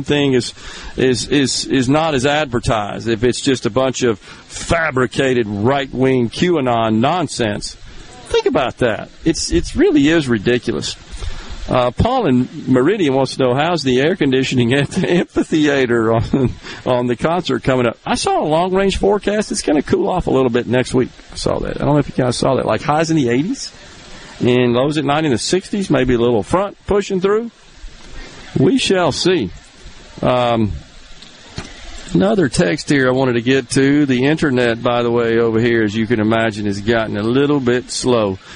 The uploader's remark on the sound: The JT Show is LIVE from the Neshoba County Fair